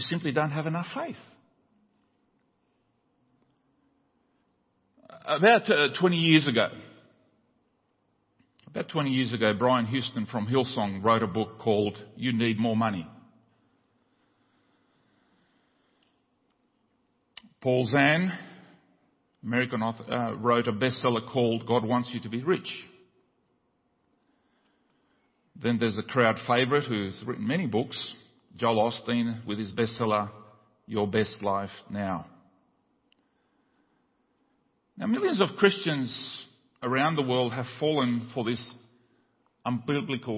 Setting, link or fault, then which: setting, large echoing room